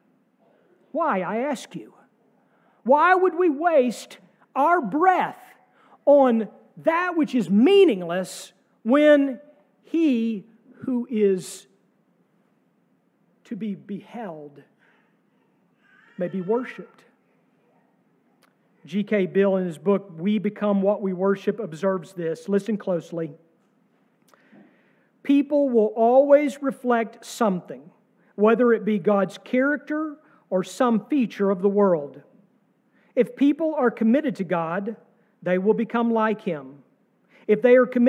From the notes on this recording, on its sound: Sermon from our service on Easter Sunday, April 9, 2023.